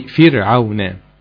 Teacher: لو كسر الفاء كسر صح هيلاقي الراء جت معاه مرققة